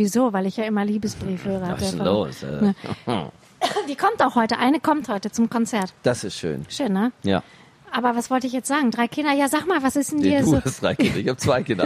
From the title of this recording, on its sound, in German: live vom ZFR